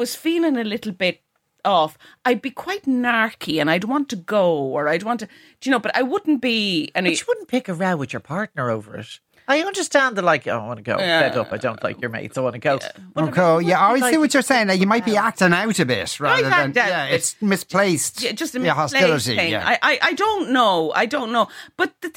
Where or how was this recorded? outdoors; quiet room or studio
quiet room or studio